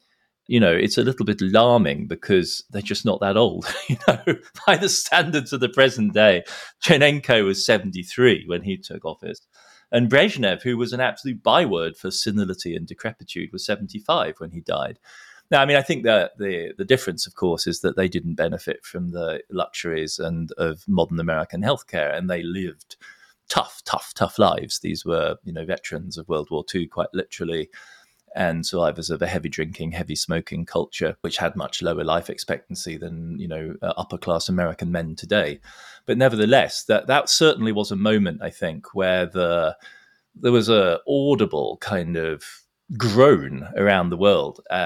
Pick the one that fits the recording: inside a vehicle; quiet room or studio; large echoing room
quiet room or studio